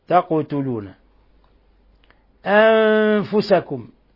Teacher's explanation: القاف جاءت هنا في هذه الكلمة ساكنة فتقلقل